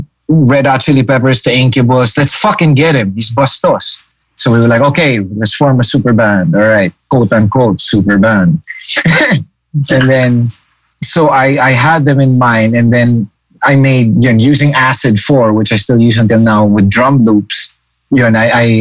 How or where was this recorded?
video call